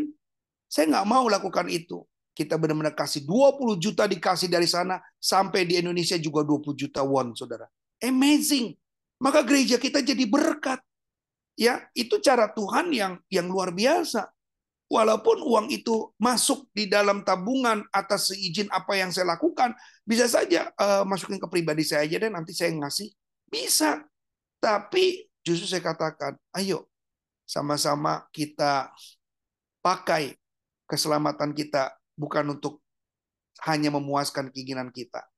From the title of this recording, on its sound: Audio Zoominar